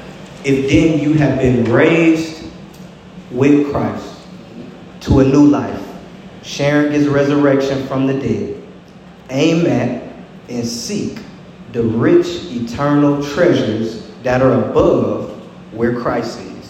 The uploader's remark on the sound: LIVE from Spirit & Life International Ministries!